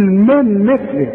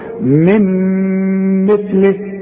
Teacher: اوعى بقى تستعمل لسانك وتقول من مثل، لا يا راجل، هندغم ادغام بغنة · Shown in: second take